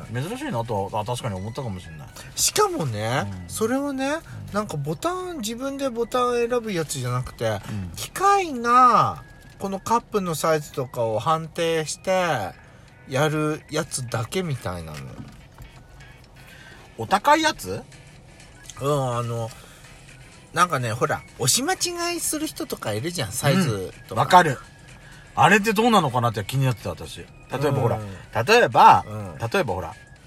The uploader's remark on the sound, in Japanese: パーキング収録